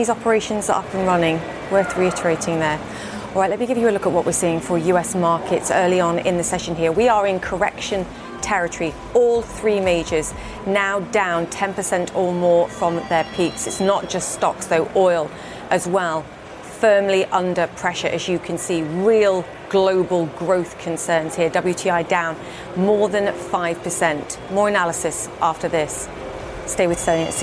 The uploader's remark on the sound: is live from The New York Stock Exchange